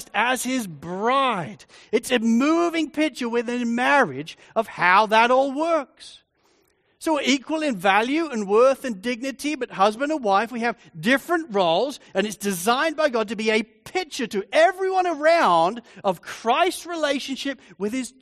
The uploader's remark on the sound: Sermon recording from Sunday 30 Jul 2023. Sovereign Grace Church.